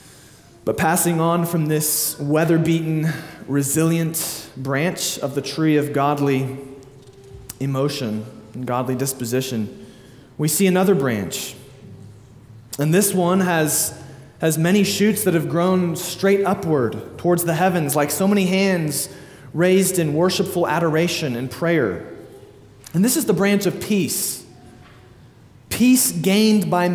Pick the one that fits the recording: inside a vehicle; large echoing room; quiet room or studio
large echoing room